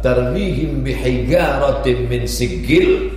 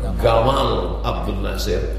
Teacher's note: Karena orang Mesir jin itu diganti G.